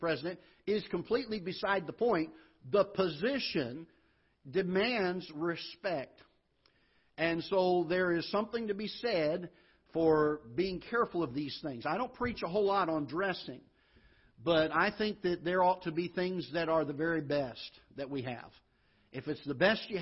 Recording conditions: large echoing room